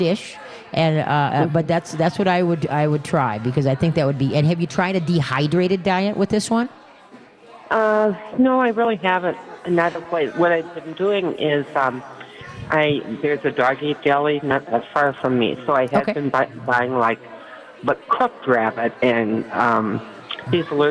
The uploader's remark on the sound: We are LIVE from the New Chuck and Don's in West St.